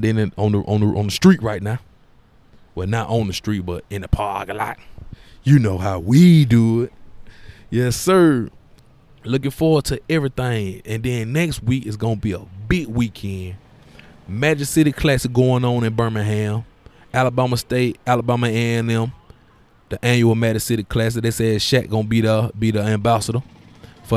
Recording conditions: busy venue